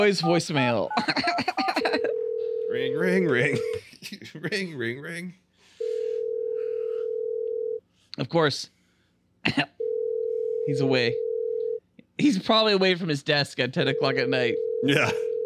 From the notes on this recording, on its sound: make some phone calls